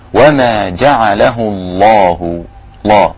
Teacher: اسم الجلالة لام فيه مفخمة لأن قبله مفتوح